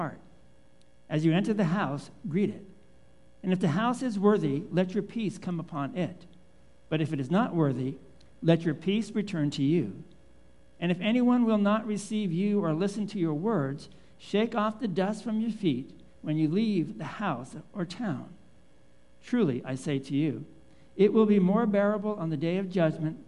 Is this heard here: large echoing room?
yes